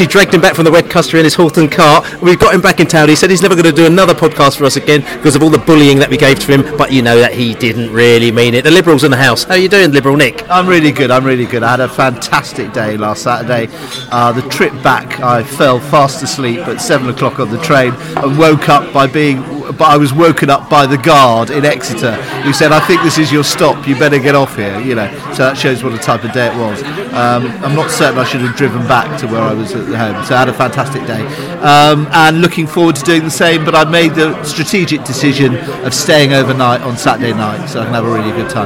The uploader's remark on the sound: Pre-match podcast from the pub. Fans in the pub post QPR.